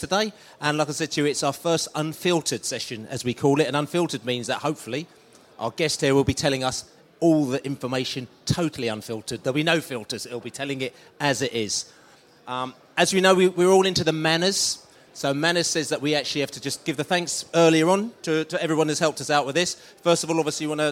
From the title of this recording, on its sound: Q&A At The Beesotted Social in the Pub